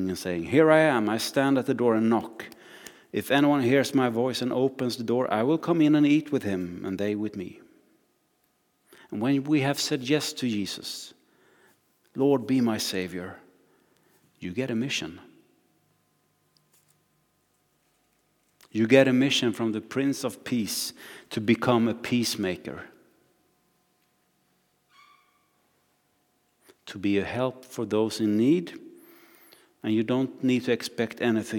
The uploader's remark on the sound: Recording from Immanuelskyrkan Skövde